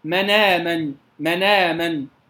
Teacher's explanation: نقلت حركة الهمز اللي هي الفتح إلى النون الساكنة قبلها ثم حذفت الهمز · Term: النقل